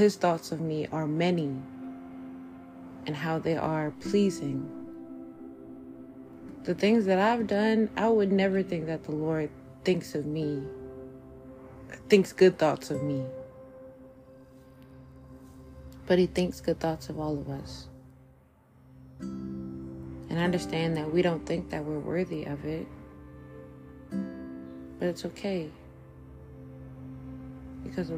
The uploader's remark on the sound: Sorry for the background noises